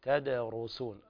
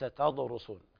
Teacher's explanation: عندنا تدرسون، هذه الدال حكمها الترقيق، تدرسون ليس تدرسون، إذا فخمت تتحول إلى ضاد · Shown in: first take